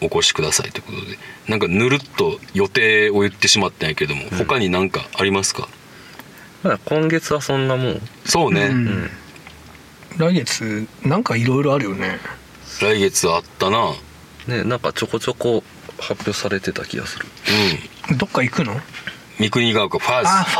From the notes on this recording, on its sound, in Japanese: 三人体制で車内録音